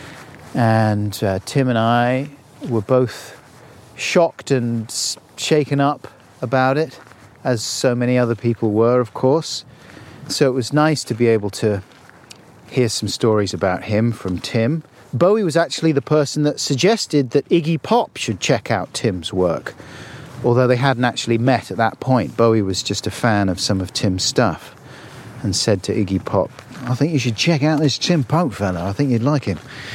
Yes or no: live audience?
no